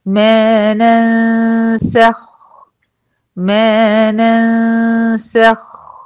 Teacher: خلي بالك، ما ننسخ هنا في إخفاء، ننسخ إخفاء والغنة بتاعته مرققة، يعني أنا هعمل النون الأولى دي مرققة، والنون التانية اللي هي الغنة دي بتاعت الإخفاء غنة مرققة، السين مرققة، الخاء فقط الساكنة هي اللي إيه مفخمة، يبقى لازم أبين ما أقولش ننسخ، لا، ما ننسخ ما ننسخ.